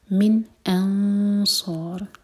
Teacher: من نہیں ہوگا، وہ غلط ہو جائے گا. من انصار، ہیوی اخفا، صاد کے لیے زبان تیار، اور دو سیکنڈس کا ٹائم، اور را پر رکیں گے تو را ساکن ہوگا تو یہ ہوگا ہیوی کیونکہ اس سے پہلے ہے فتحہ.